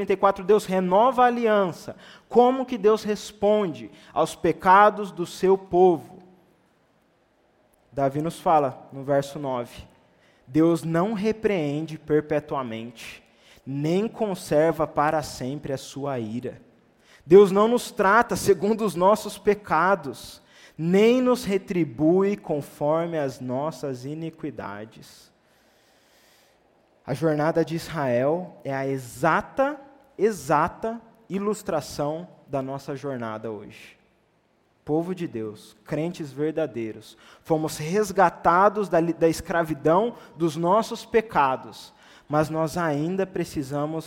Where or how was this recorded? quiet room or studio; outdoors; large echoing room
large echoing room